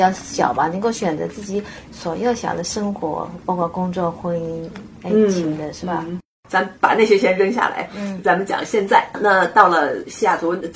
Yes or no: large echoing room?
no